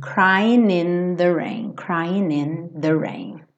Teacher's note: Crying termina com G. Normalmente esse G não é pronunciado, são pouquíssimos lugares do mundo, pouquíssimos sotaques que falam crying, crying, tá?